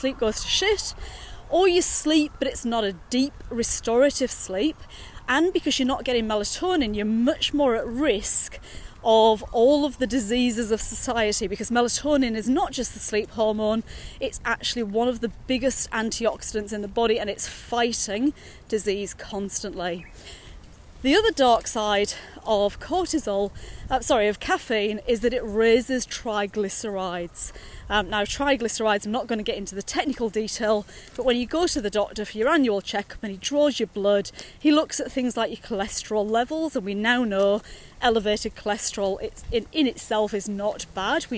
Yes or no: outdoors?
yes